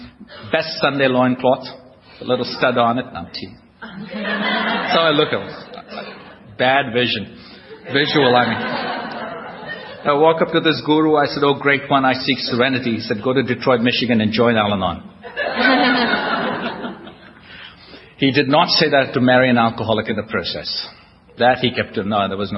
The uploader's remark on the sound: recorded at the We Are Not Saints AA roundup in 2007